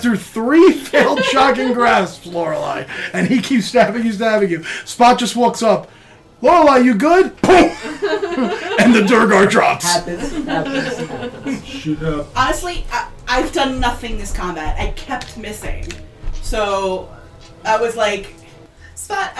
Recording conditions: sounds in the background